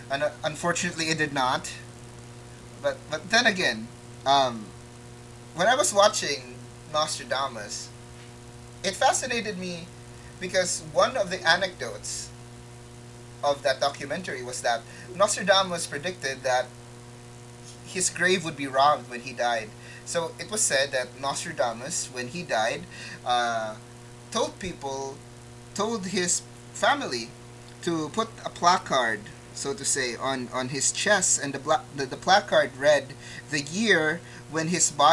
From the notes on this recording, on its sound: Apologies in advance for the audio static.